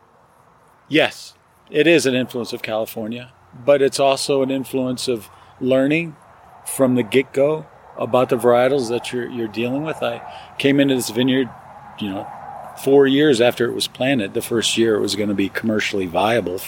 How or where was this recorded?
outdoors